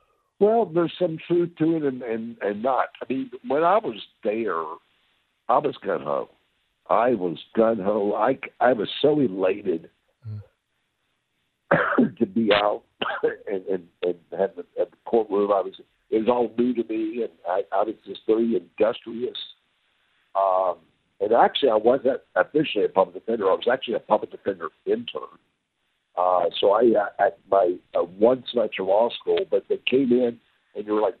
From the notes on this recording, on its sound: joins us by phone